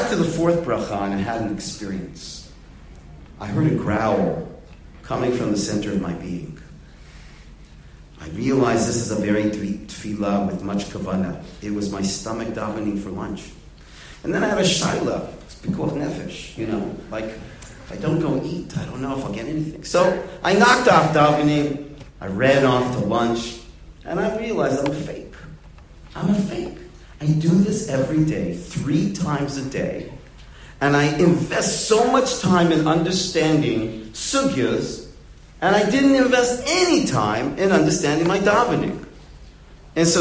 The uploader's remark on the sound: Delivered in the Glueck Beis Medrish.